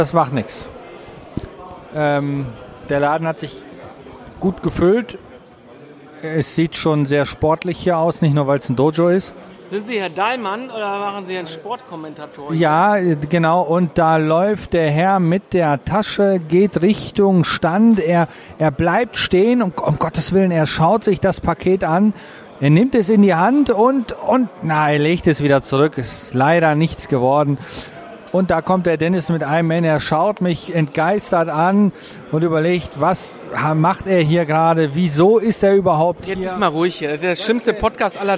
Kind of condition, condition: setting, busy venue